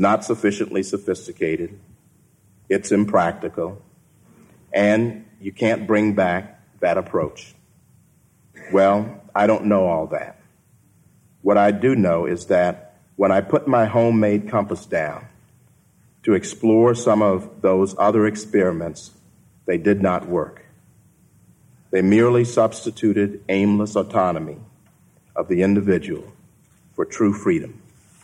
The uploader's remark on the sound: keynote address at the Acton Institute’s Fourth Anniversary Dinner.